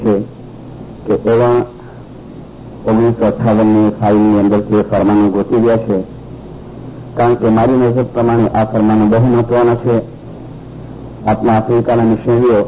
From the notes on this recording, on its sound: Sound quality: not so Clear( audible).